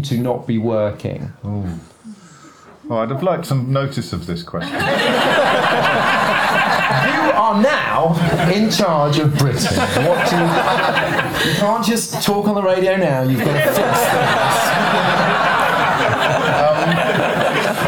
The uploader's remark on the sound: Live at London’s Comedy Store. It’s part two of the OGWN Christmas live show.